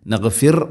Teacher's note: നഗ്ഫിർ റായിനെ തർഖീഖ് ചെയ്യണം, നേർപ്പിക്കണം